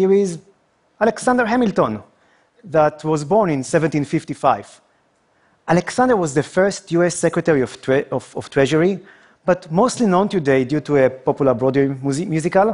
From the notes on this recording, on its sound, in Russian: Это выступление записано на мероприятии TEDx, независимо организованном местным сообществом с использованием формата конференций TED.